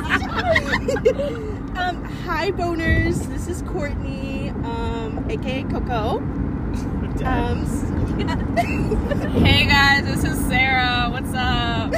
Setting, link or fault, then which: setting, inside a vehicle